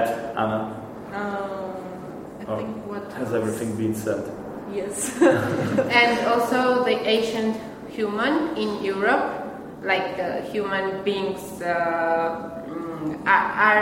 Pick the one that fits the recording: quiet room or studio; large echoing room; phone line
large echoing room